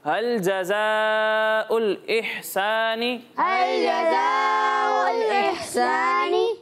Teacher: ہا ساکن ہے لیکن یہاں پر جھٹکا نہیں دینا